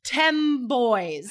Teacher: we change the N to an M · Term: assimilation